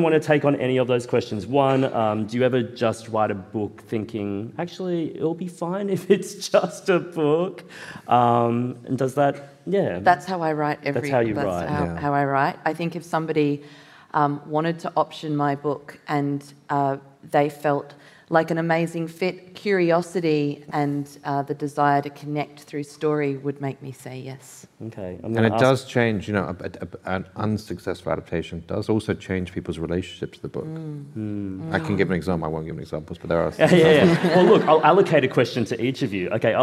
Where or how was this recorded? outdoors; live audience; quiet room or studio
live audience